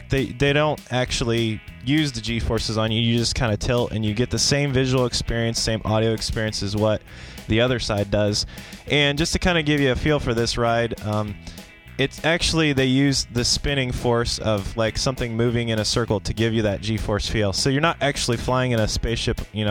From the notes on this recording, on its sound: Disney's Epcot- Test Track. Listen to a ride through of Test Track as a bonus audio feature.